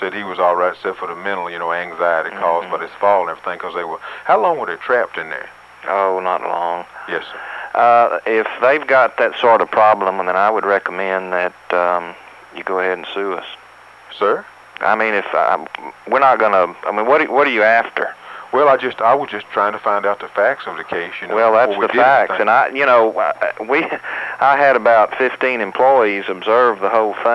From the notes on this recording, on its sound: Prank Phone Calls